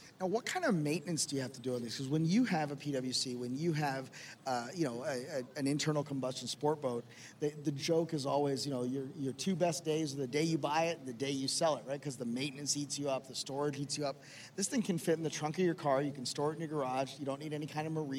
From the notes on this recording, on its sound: LIVE from LONG BEACH. Live episode.